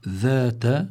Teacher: ينبغي للقارئ أنه لا يبدل هذا الذال بحرف آخر وهو الزاي